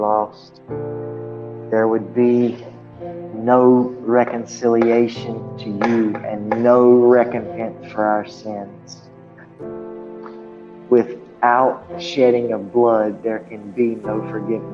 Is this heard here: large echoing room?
yes